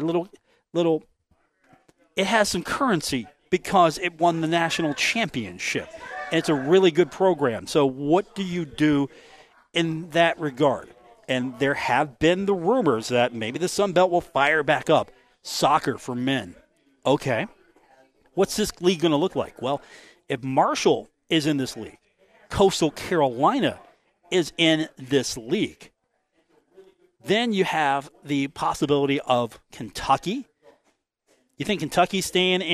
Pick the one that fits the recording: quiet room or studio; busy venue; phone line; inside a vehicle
busy venue